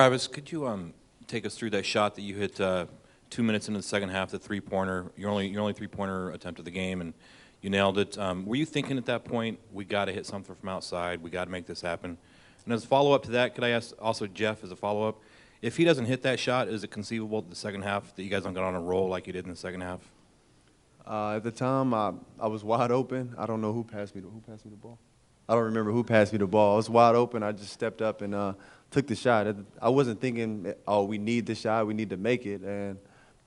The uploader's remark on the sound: Press Conferences & Post-Game Interviews